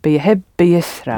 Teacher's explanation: They don't like all these consonant sounds together in Arabic. B, b, y. So there's just that little sound in the middle. · Term: helping vowel